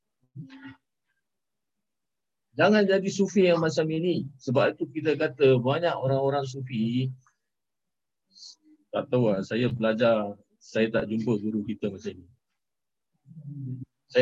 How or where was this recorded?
video call